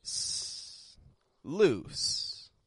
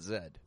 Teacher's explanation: But it'll be pronounced with voice. You see, S and Z hold the same position, it's just Z adds voice